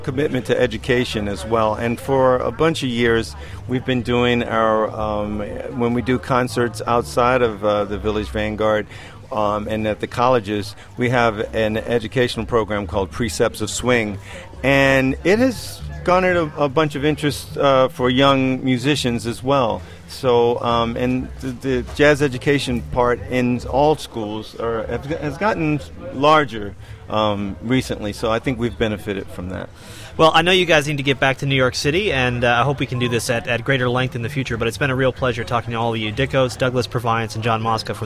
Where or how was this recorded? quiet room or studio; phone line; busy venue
busy venue